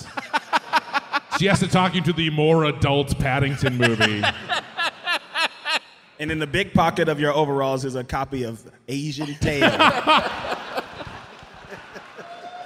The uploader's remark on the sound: Recorded live at The Riviera Theatre in Chicago on June 24, 2023.